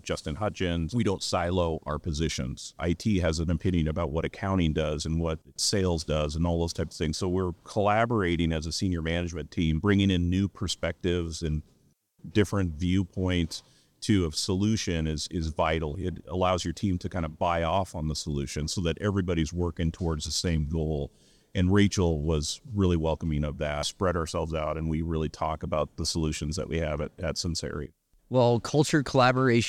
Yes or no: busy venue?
yes